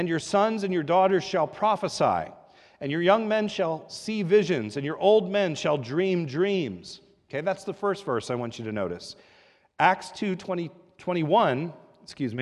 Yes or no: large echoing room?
yes